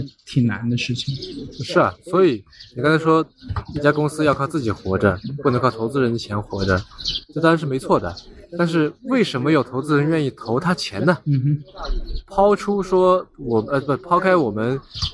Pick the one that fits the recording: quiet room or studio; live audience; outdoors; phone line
outdoors